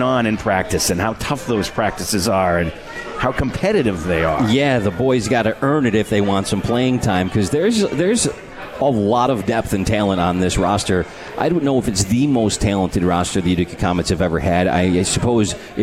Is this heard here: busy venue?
yes